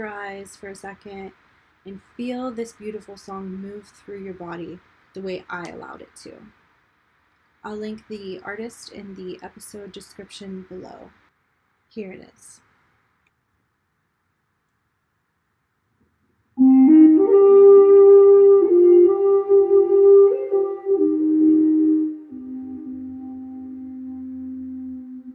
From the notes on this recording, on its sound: if you can hear the white noise in the background of this recording it's because the mic kept giving me feedback noises while recording